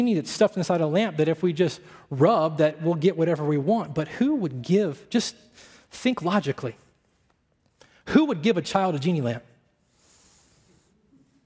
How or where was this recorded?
large echoing room